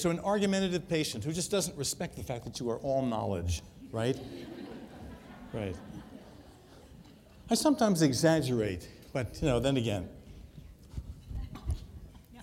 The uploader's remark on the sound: Recorded at the 2013 Summer SDPA Conference in St.